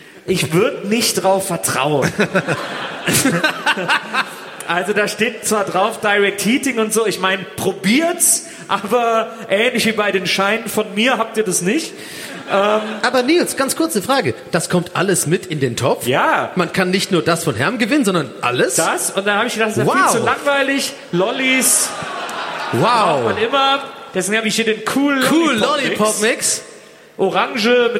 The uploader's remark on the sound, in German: Live-Aufnahme Leipzig im Felsenkeller.